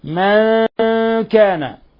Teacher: ولنحذر التشديد فلا نقول من كان، من كان خطأ لإجماع القراء على ترك التشديد عند الإخفاء · Term: إخفاء حقيقي